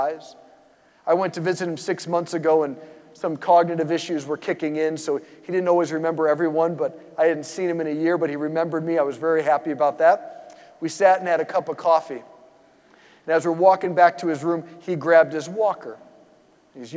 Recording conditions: large echoing room